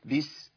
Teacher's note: السين بيمشي فيها الصوت لانها من حروف ايه؟ الرخاوه، مش من حروف الشده